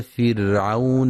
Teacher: وينتبه لترقيق راء فرعون